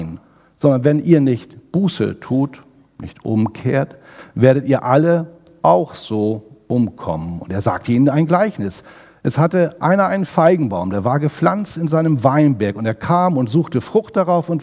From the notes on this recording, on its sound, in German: aus dem Gottesdienst am Buß- und Bettag der Missionsberg-Gemeinde (LM)